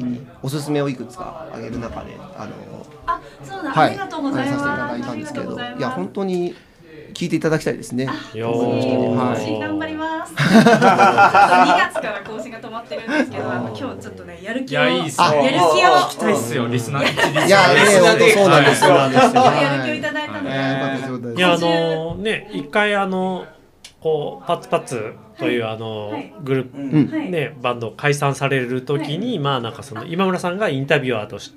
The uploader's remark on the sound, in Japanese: 雑談で公開収録